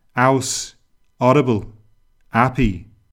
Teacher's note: A lot of Scouse speakers drop all their H's.